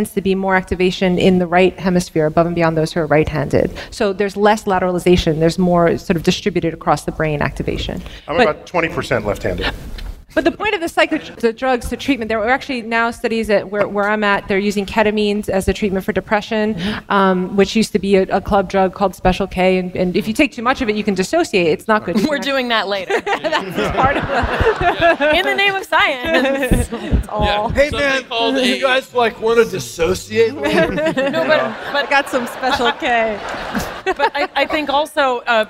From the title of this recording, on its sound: StarTalk Live: Big Brains at BAM